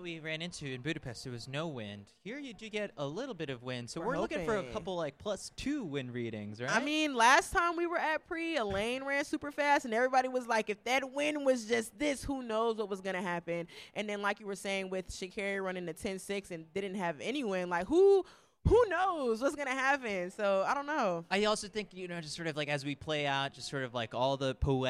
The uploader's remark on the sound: Live From The Prefontaine Classic. The official pregame show of the 2023 Prefontaine Classic in partnership with TrackTown USA.